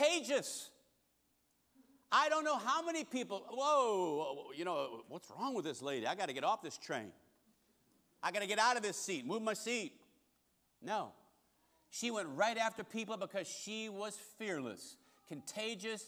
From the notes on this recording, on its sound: Recorded service from August 20, 2023.